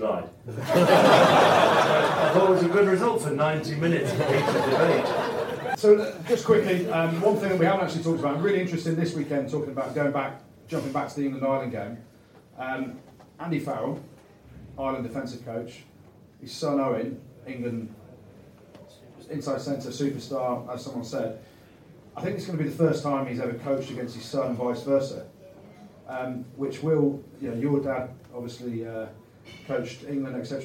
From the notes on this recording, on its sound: LIVE Bitter Rivals. In front of a live audience of 100+.